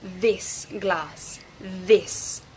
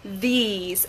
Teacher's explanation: Con this, this, singular, tenemos la boca un poquito más cerrada. · Shown in: first take